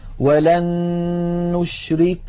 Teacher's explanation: لاحظوا بأن النون الأولى قد صارت مع النون الثانية نونا واحدة مشددة